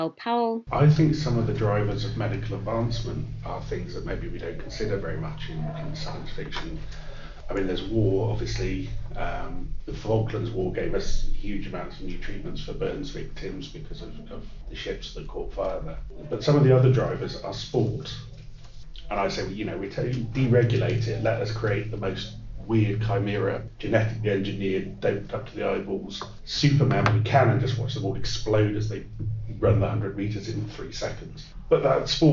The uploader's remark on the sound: Recorded at Bristol Con 2021. Recorded at Bristol Con 2021.